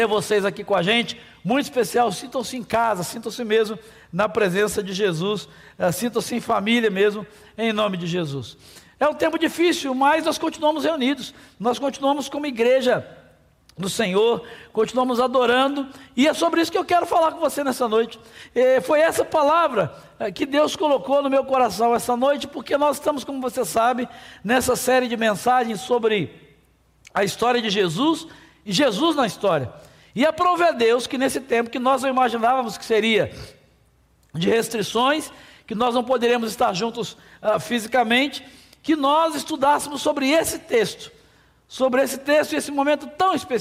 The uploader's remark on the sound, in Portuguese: durante a nossa Celebração ao vivo.